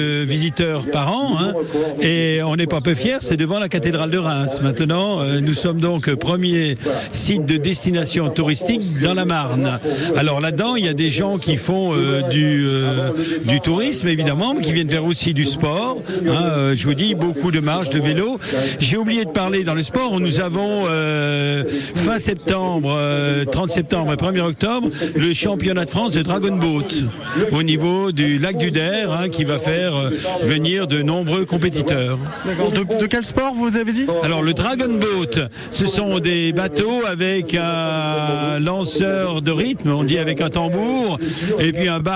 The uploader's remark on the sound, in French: En direct de Saint-Dizier, au village départ du 10ème Marathon du Lac du Der